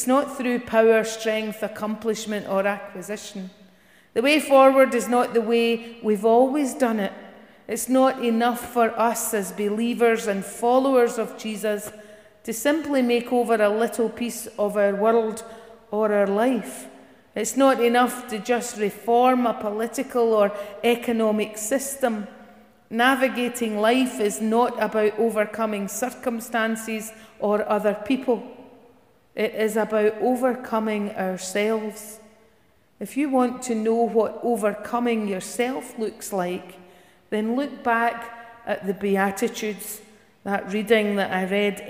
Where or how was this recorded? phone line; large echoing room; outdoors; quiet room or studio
large echoing room